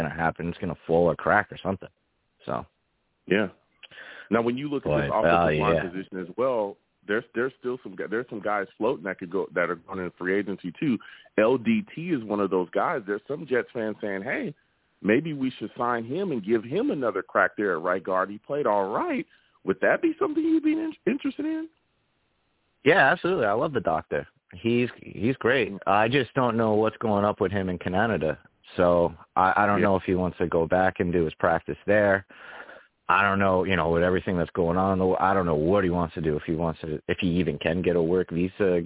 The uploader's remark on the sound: I also take live callers!